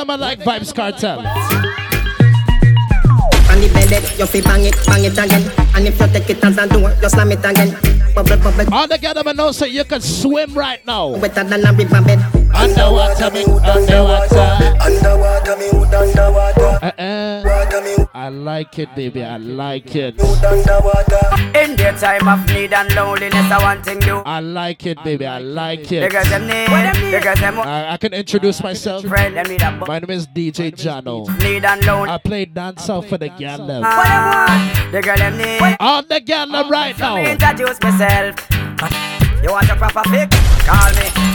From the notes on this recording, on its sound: BOAT CRUISE LIVE AUDIO